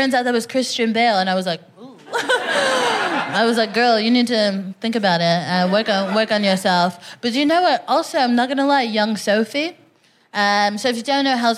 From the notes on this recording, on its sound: Recorded 16 September 2022 at 21Soho in London.